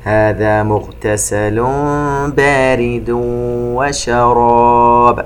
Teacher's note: التنوين عند الباء إقلاب يتبعه حكم الإخفاء الشفوي